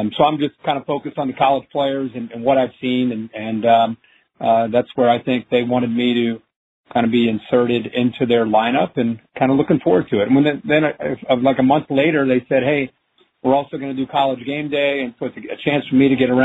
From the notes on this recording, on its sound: In this NFL Draft media conference call.